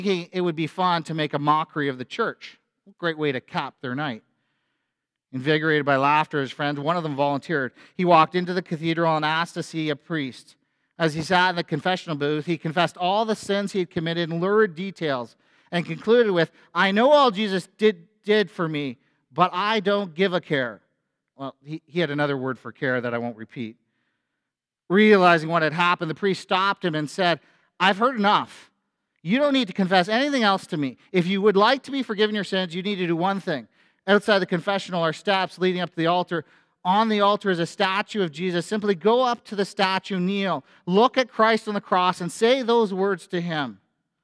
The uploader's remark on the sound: A sermon at FBC Church in Cobourg,